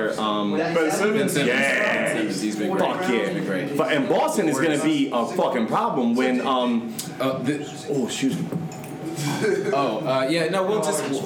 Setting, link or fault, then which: setting, busy venue